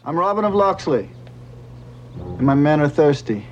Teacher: The voice is thin and piping, and it has no music